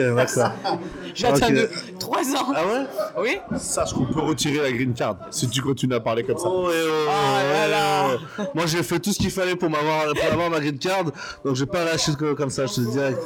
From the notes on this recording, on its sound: All my episodes in Paris were recorded in the Paname. We've had some special guests who stopped to say hello.